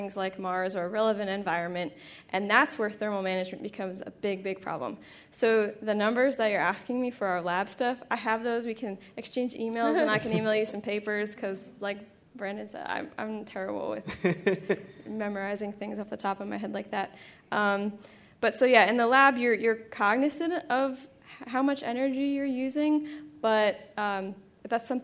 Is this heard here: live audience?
yes